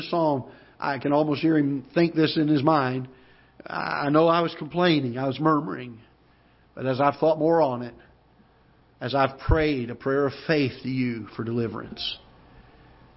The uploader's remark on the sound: Ketha Heights Baptist Church ~ Live Broadcast